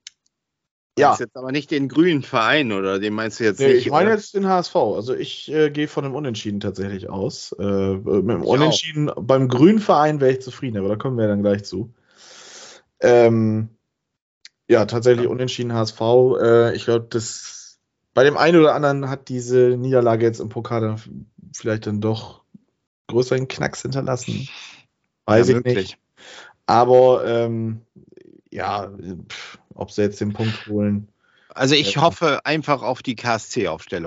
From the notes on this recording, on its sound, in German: Aufgezeichnet am 22.04.2022 via Skype